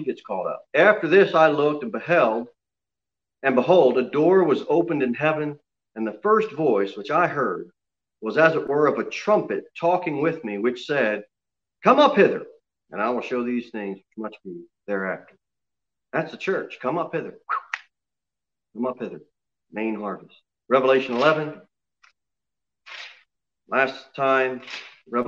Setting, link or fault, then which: setting, large echoing room